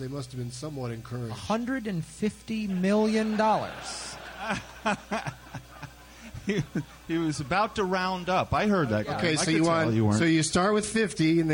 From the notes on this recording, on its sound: Live from the Kansas City Improv